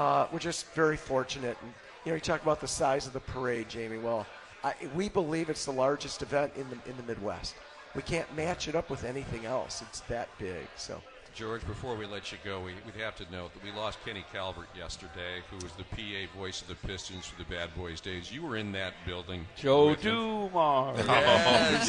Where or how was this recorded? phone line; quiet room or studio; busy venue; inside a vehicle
busy venue